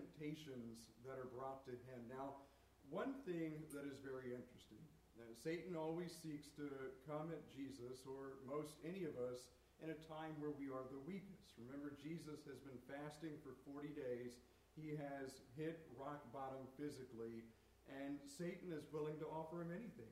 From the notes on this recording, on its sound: Turn the volume up high, this recorded a little poorly.